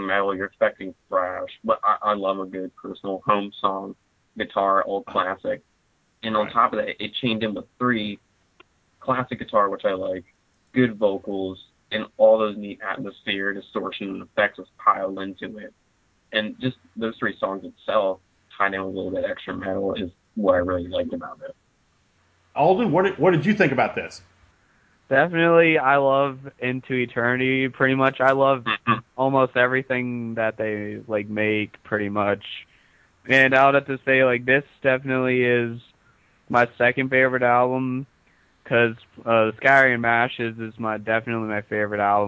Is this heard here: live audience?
no